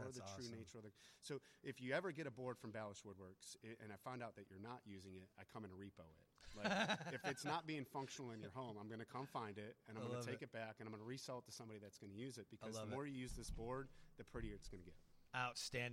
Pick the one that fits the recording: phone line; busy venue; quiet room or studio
busy venue